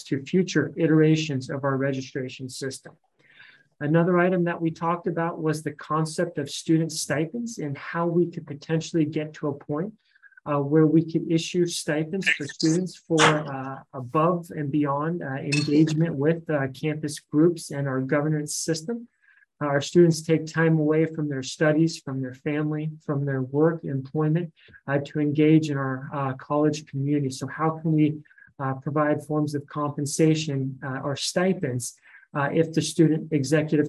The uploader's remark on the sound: Regular Meeting of the Board of Trustees (originally on Zoom).